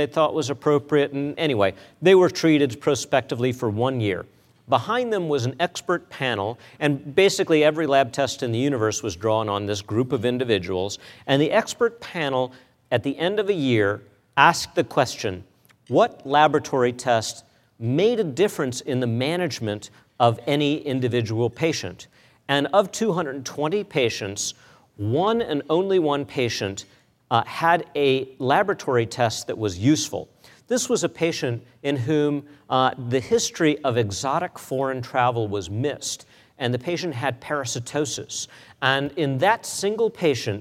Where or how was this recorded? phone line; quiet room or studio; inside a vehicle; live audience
live audience